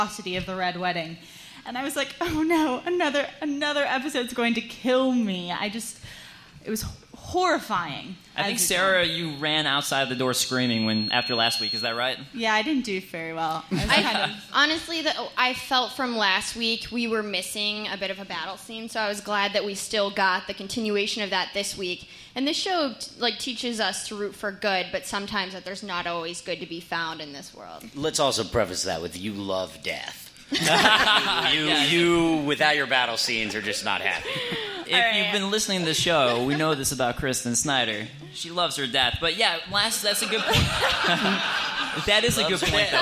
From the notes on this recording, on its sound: taped live at the Jon Lovitz Comedy Club at Universal City Walk